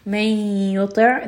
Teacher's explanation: مَن يُطِعْ، this is going to be idgham. We are merging the noon within the ya.